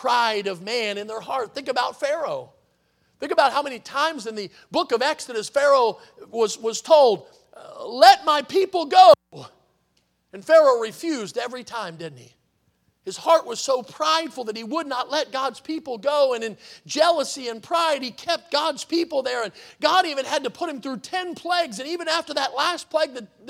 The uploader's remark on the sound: in the Sunday Evening Service on August 27, 2023, at Victory Baptist Church in Boonsboro, Maryland